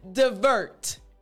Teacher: I said die, but it's duh.